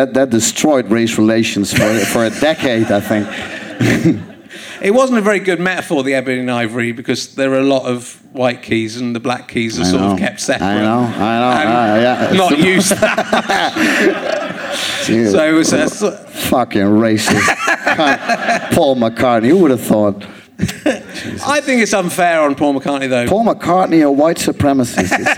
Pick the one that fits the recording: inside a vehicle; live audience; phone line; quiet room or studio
live audience